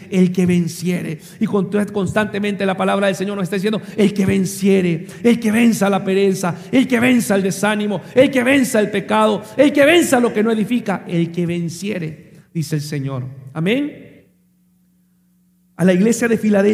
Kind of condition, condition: setting, live audience